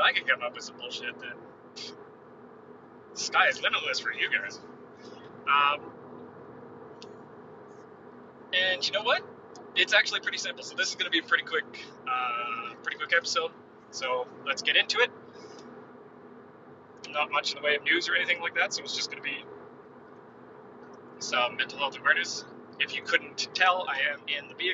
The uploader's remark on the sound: What’s with the Rumble strips?! I’m on the road. Sorry about the noise.